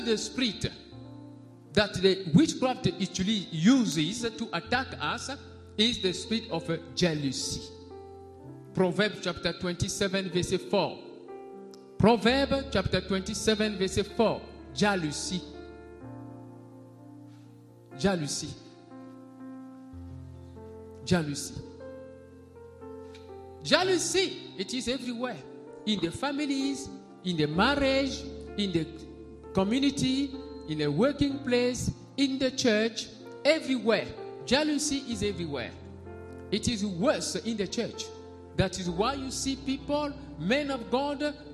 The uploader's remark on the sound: SUNDAY LIVE SERVICE